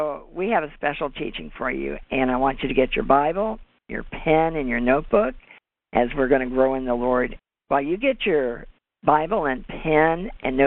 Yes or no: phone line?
yes